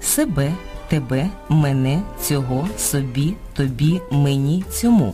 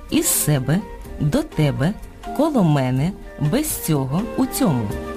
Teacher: У непрямих відмінках займенників наголошують останній склад – себе, тебе, мене, цього, собі, тобі, мені, цьому. Але коли ці слова опиняються у реченні поруч із прийменниками, то наголос переходить на перший склад · Shown in: second take · – із себе, до тебе, коло мене, без цього, у цьому.